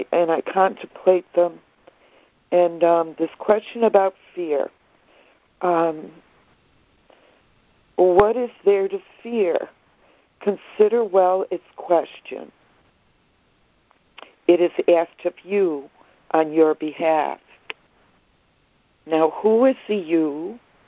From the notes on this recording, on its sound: ACIM Daily Conference Call